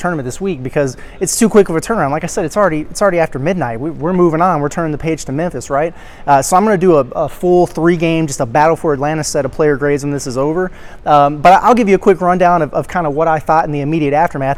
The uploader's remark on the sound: Live reaction and takeaways from the Imperial Ballroom at Paradise Island. At the Battle 4 Atlantis.